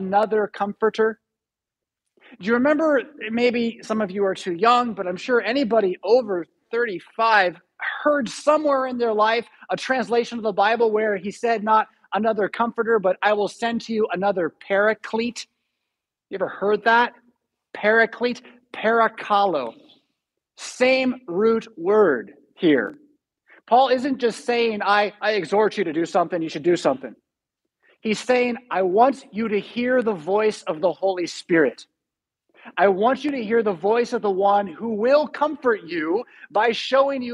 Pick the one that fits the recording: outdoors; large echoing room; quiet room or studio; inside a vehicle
large echoing room